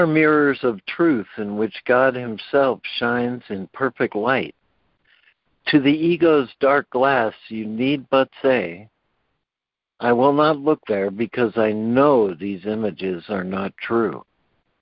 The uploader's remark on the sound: ACIM Daily Conference Call.